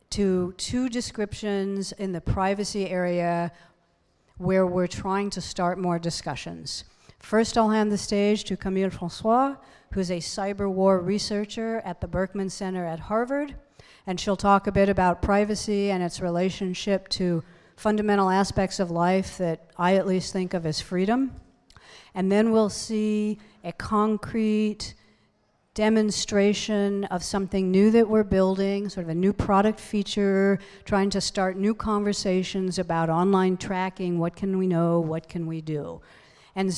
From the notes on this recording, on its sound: This is the #Airtime recording of the Mozilla Festival Sunday Keynotes in London.